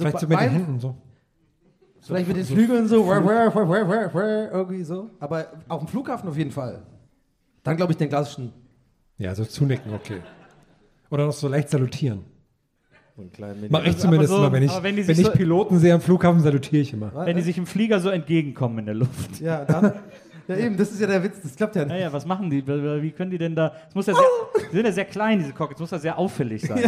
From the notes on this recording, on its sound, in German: Aufgenommen LIVE in Dresden am 30.09.2021